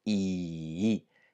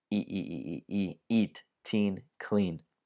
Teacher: alto, avanti, high front vowel, I. Questo vocale lo conoscete perché esiste anche in italiano come la I